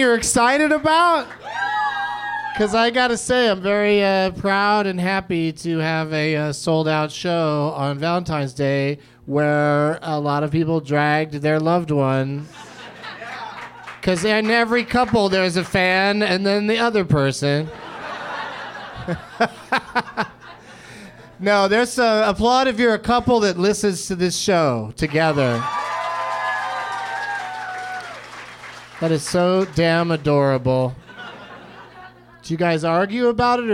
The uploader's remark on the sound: Live from the American Comedy Company in Sweet Home San Diego